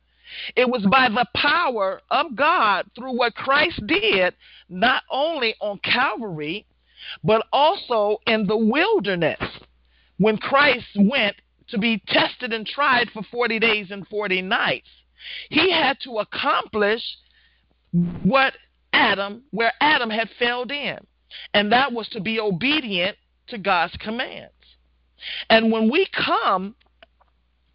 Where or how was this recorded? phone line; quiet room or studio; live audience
phone line